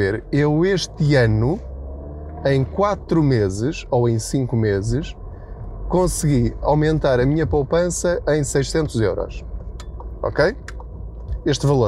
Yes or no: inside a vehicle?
yes